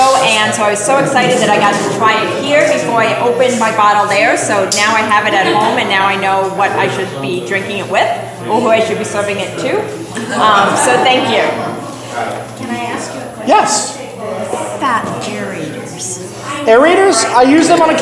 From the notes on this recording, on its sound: I taught a class on Arizona wine for Students of Wine about a month ago at Hidden Track Bottle Shop, and recorded it!